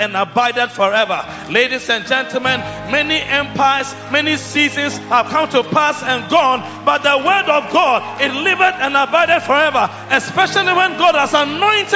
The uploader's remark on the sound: Preached at the Victory Secrets Service - The Makarios Church, HQ